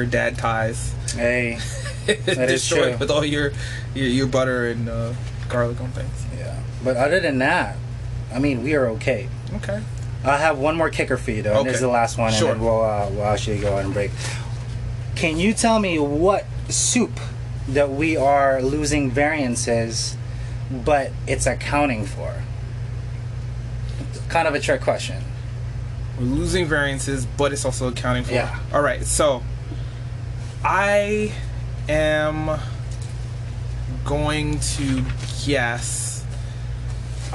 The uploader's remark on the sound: Live In Restaurant